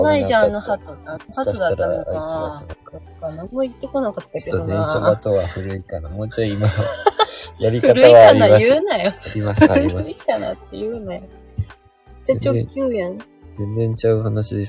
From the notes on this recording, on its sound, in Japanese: LIVE キャンプ場からお届け。